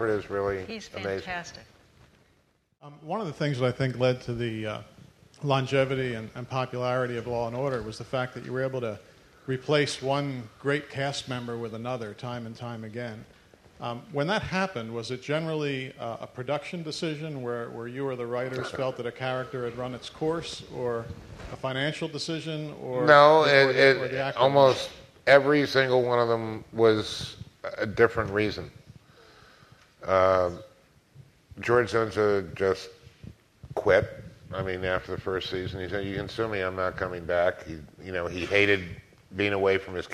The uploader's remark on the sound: moderates an audience question and answer session